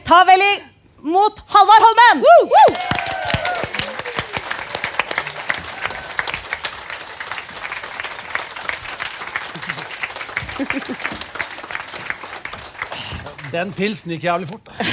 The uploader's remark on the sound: LIVE fra Vinterlysfestivalen.